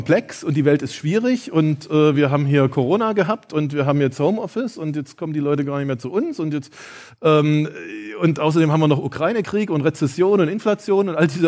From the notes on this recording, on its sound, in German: In meiner Keynote vom Zukunftskongress 2022 stelle ich dir das „Geheimnis“ wissenschaftlicher Zukunftsforschung vor.